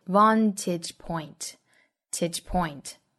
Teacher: 重音就在 vantage 的 van 这个音节上。Vantage point,后面的 point 就不要读得过重了